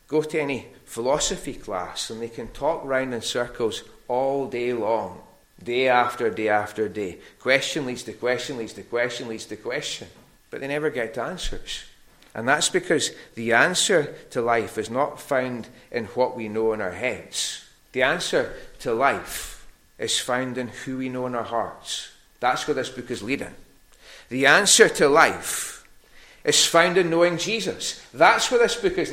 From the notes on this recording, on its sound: recorded at North Harris Free Church on the evening of Sunday, 10th September 2023